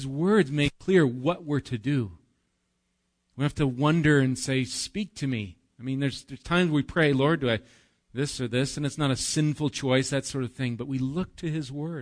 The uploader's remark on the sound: Recorded live at Bethany Bible Church on 4/7/19